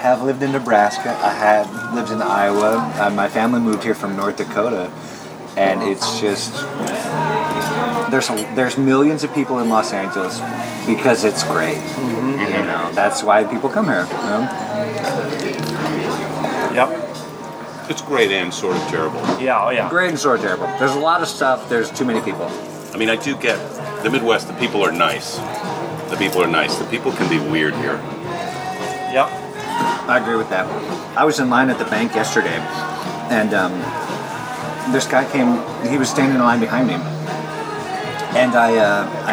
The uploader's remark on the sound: at The San Francisco Saloon in West LA